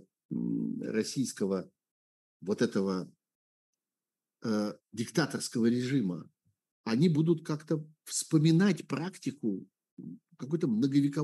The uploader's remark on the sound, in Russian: Zoom-разговор со зрителями в прямом эфире